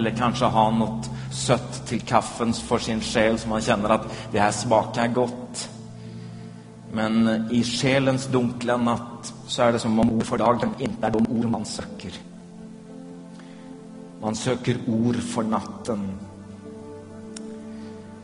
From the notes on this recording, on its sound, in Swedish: Inspelad i Smyrnakyrkan, Göteborg 2011-04-23.